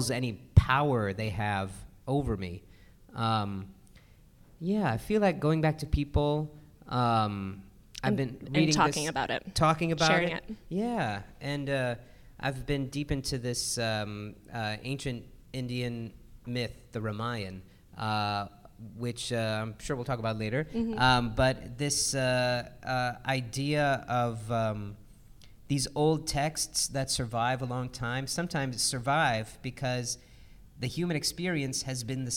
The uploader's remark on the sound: This episode was recorded in front of a live audience at BroadwayCon, 2020.